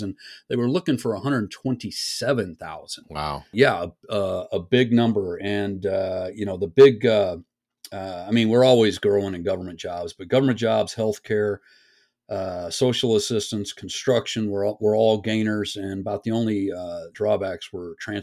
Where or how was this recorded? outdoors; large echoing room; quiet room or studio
quiet room or studio